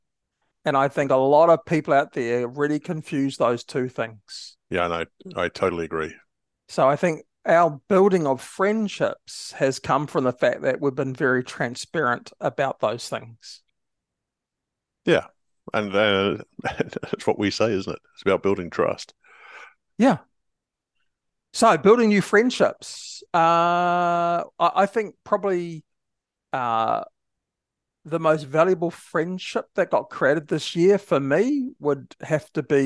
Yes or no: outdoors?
no